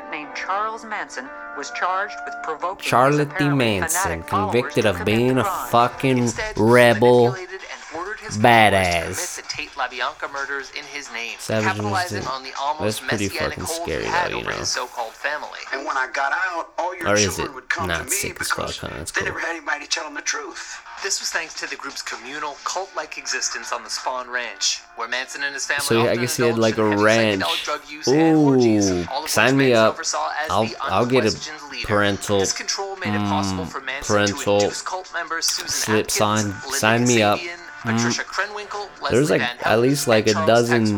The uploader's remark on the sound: stomach and mouth noises galore